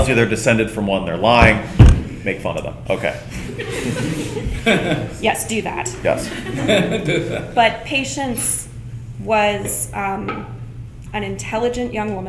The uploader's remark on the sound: A Mainely History Live Show! In this live show at the Maine Historical Society.